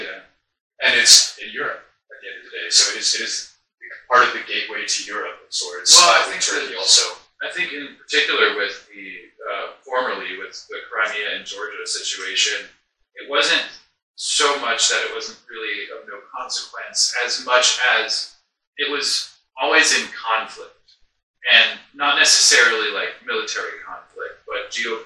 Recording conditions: poor microphone